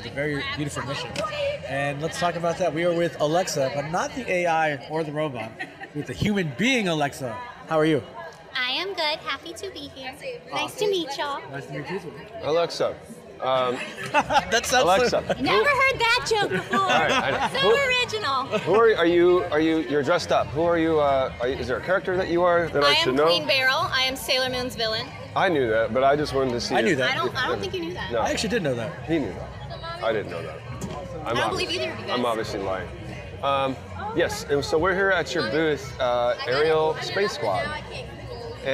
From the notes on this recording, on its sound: This episode is “Live” from Fan Expo New Orleans.